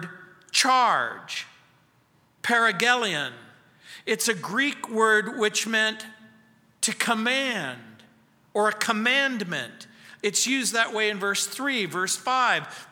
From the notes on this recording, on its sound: at Calvary South Denver in Littleton CO